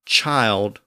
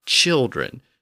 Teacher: we have a long I in child, but a short I in children